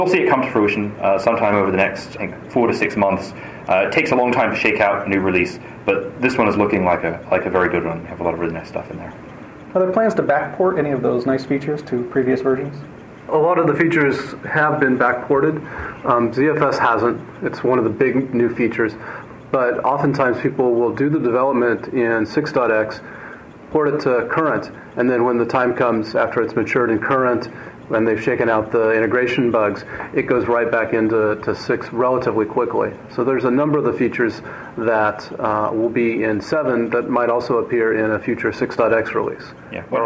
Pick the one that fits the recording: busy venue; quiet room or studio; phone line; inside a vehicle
busy venue